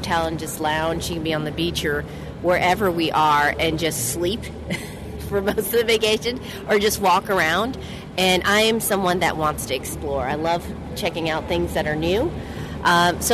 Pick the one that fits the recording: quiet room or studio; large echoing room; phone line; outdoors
outdoors